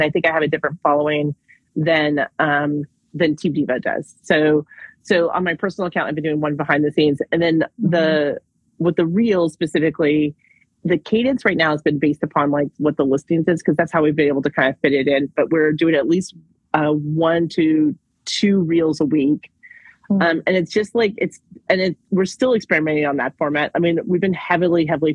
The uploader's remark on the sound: Original IG Live broadcast